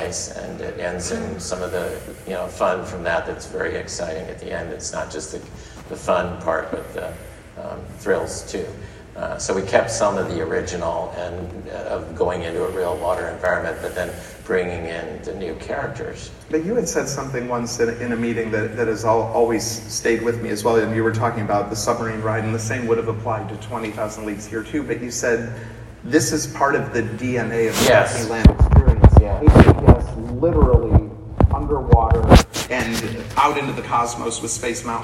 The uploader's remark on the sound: Live from Dis Family Reunion